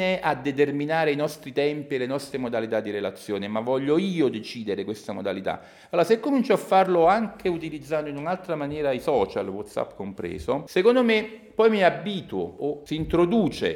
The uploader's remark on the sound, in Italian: È uscito un nuovo episodio registrato durante il convegno: “Crimini, danni e lotte ambientali - storie e voci dal vallo di diano”.